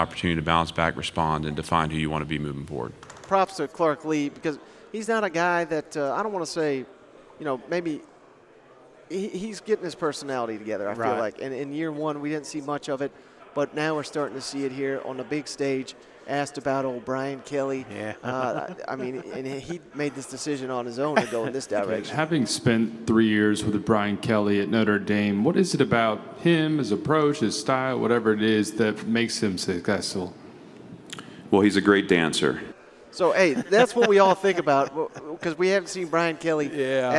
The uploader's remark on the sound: live from the College Football Hall of Fame in Atlanta for Day 2 of SEC Media Days!